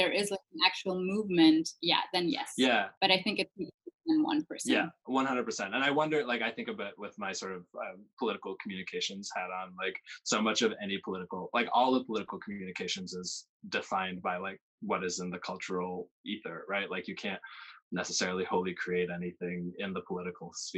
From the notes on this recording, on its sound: This episode is our first recording entirely remotely. No amount of ambient noise could get in the way of her sheer brilliance though.